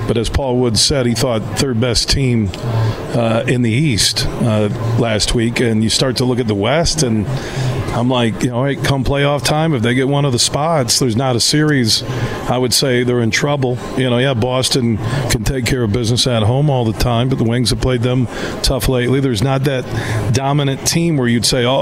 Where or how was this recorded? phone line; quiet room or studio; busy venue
busy venue